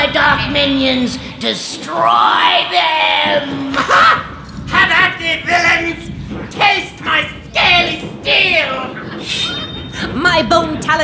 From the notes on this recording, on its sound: Recorded at the Forum at Town Hall Seattle on Dec 30, 2019.